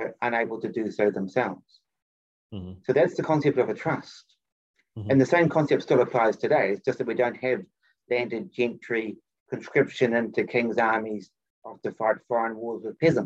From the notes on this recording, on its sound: For those joining us on Zoom